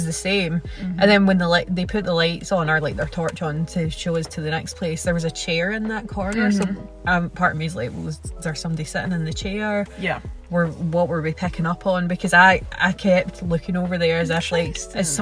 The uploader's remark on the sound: car straight after the event while sitting in Bonnybridge (UFO hotspot)